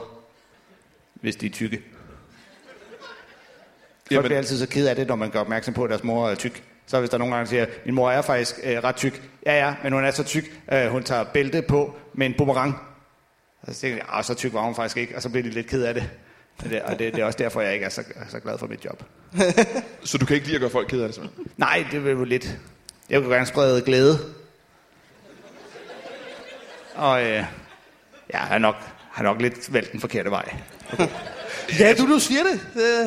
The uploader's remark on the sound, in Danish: LIVE fra Skråen i Aalborg